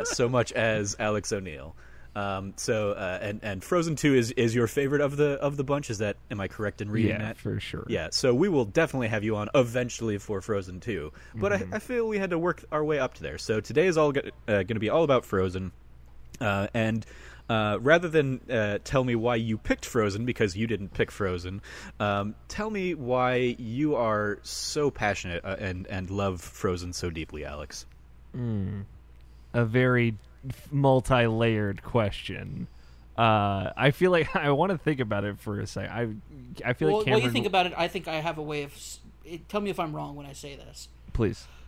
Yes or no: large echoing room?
no